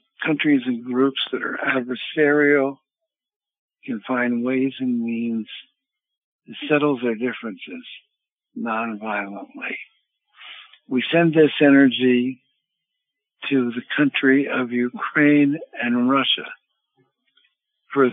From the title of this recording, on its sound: Conference Call LIVE, June 27, 2022